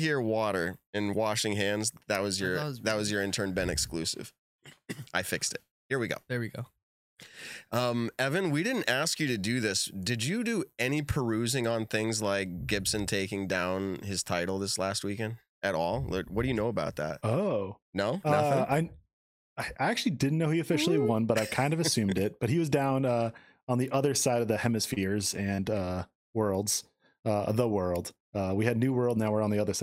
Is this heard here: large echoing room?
no